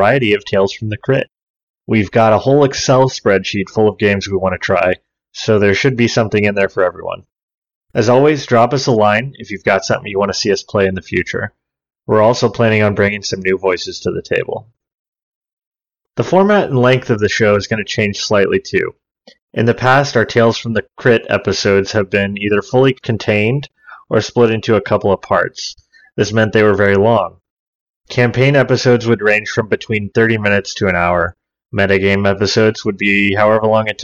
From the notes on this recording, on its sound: Please forgive the headset quality audio.